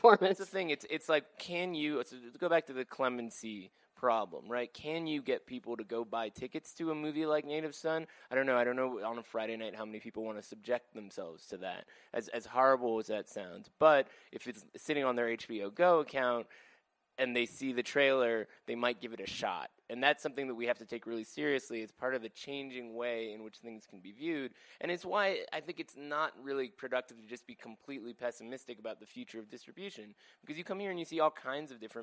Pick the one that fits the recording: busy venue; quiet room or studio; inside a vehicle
busy venue